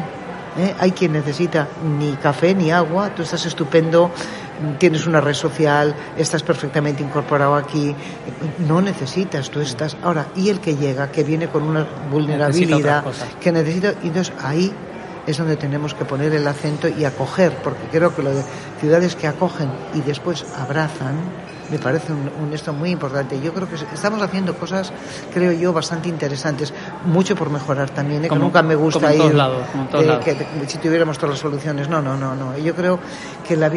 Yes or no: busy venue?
yes